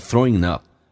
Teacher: throwing up 可以说成 throwingup， G 去掉用 N 进行连音